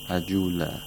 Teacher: And the ajula, we have waqful ibdal, because we're stopping, and the lam has tanween al fath. Whenever there's a tanween al fath on any letter except for ta marbuta, we have to pronounce the lam, or the letter actually, the letter that has tanween al fath with a long vowel alif, alif al-mat.